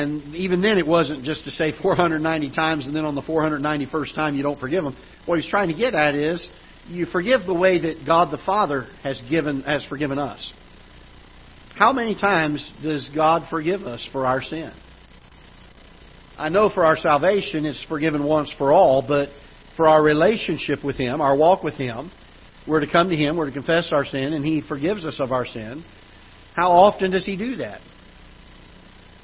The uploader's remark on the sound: Ketha Heights Baptist Church ~ Live Broadcast